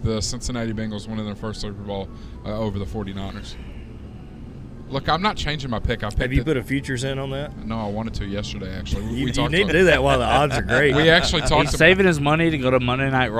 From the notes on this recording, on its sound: We were live from Hops today!